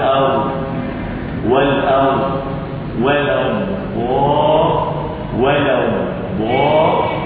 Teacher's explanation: الضاد تخرج من حافة اللسان اليسرى، من حافة اللسان اليسرى مع ما يحاذيها من الأضراس · Term: الاستطالة